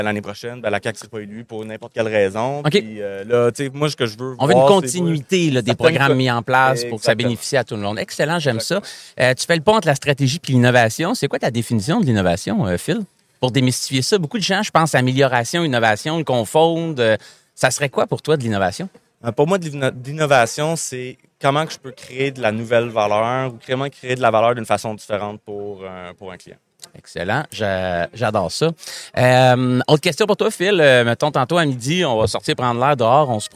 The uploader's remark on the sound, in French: MXO en direct de Stratégies PME.